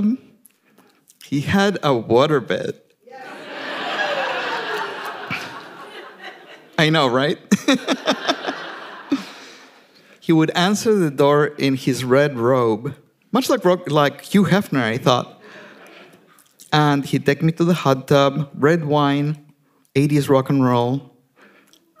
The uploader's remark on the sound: Recorded at The Alberta Rose Theatre in Portland, OR on December 15, 2019.